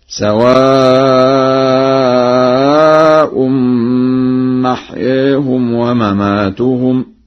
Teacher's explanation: قرأ ورش برفع الهمزة هكذا: سواء محياهم ومماتهم